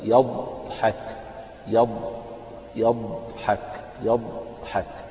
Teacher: فيخرج من حافة إحدى حافتي اللسان، يعني جانب اللسان، وطبعا جانب اللسان مع ما يحاذيه من الأضراس · Term: الضاد